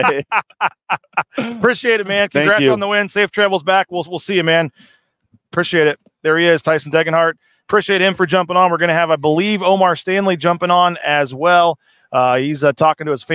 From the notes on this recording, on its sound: Postgame Show. LIVE in San Jose with live interviews.